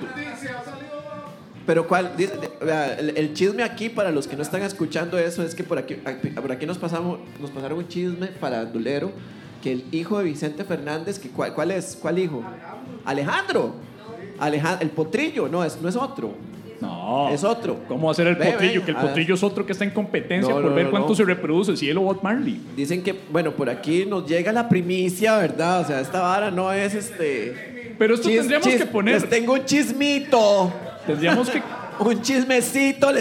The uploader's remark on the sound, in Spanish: En vivo desde el Salon Tractat en El Lobo Estepario